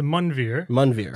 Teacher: the A in an Indian language in Punjabi, which I'm Punjabi Sikh, is more like a U